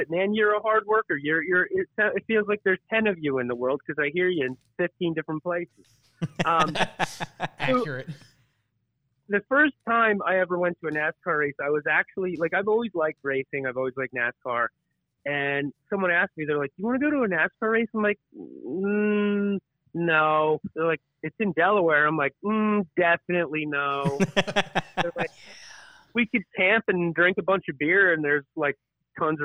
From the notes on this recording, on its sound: joined on the phone